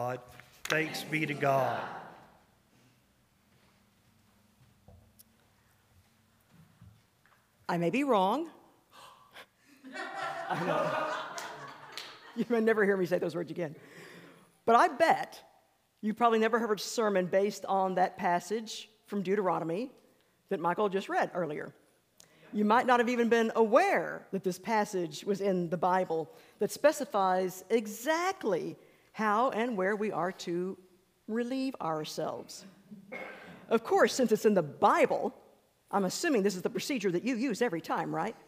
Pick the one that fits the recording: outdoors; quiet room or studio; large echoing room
large echoing room